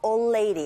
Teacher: 올드의 드라는 자음과 레이디가 이렇게 약간 겹치면서 old lady, 드 사운드 거의 안 들리죠